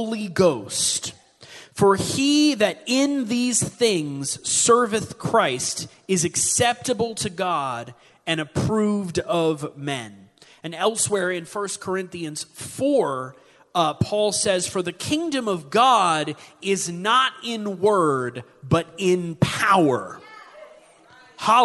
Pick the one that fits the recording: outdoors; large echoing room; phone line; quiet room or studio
large echoing room